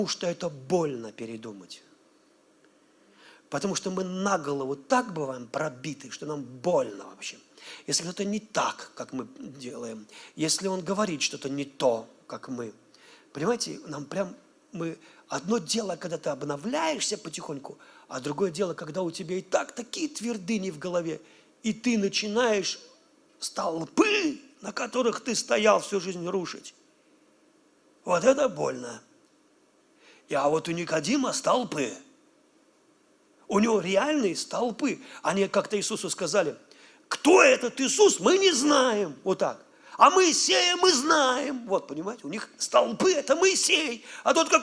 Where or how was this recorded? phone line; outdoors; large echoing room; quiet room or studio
large echoing room